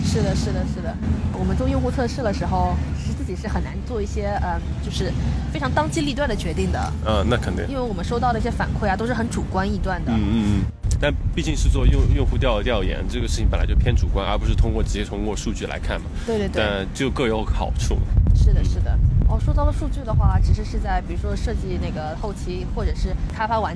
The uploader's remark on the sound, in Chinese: 户外录音，稍有杂音